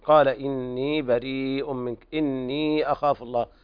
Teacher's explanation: نقرأ بتوسط المد المفصل